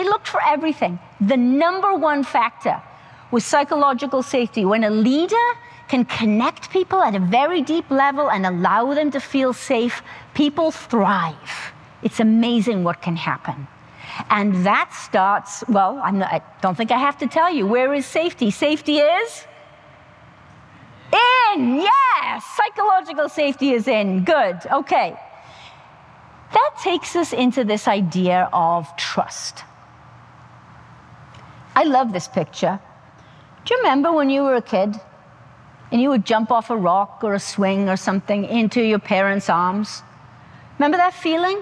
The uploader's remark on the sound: The audio from the highly energetic and engaging speech at the Centre for Automotive Research conference. The audio from the highly energetic and engaging speech at the Centre for Automotive Research conference, Management Briefing Sessions In Traverse City, Michigan. The audio refers to slides in the presentation.